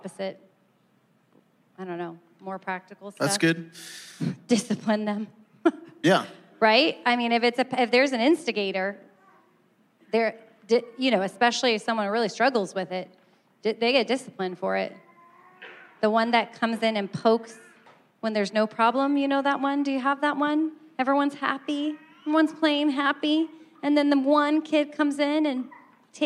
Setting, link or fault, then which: setting, live audience